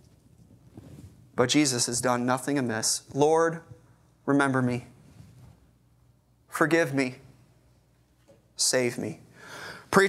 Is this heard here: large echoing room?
yes